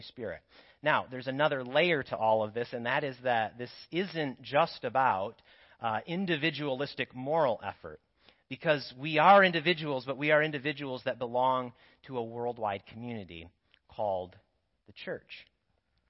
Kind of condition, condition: setting, large echoing room